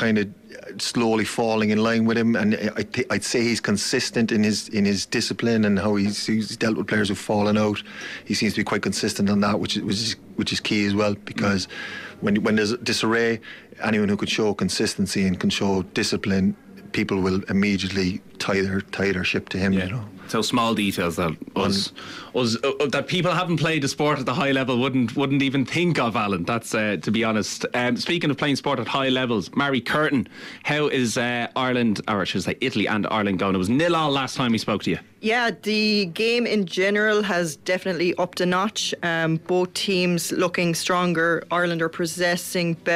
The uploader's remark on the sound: live from Virgin Media Park in Cork